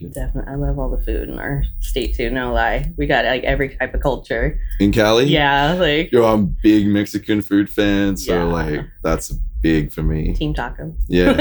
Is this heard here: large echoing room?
no